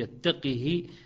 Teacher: وفي يتقه بسكون القاف وقصر الضمير، يتقه بدون وصل